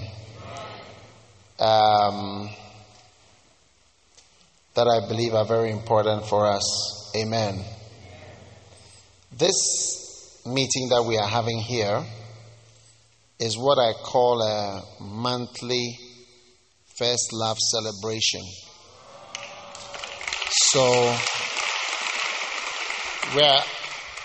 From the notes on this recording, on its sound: Preached at the First Love Church Love Celebration Service